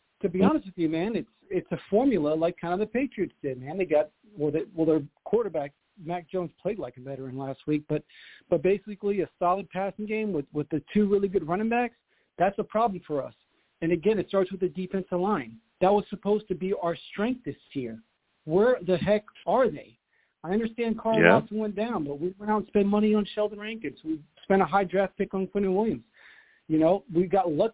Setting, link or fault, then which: link, phone line